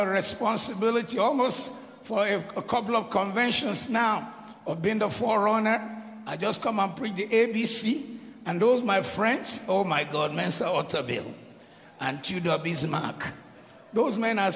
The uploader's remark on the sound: Kingdom Life 2023 World Conference Opening Service